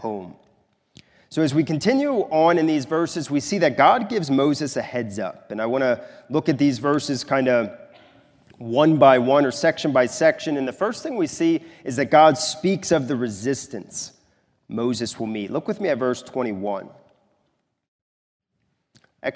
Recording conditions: large echoing room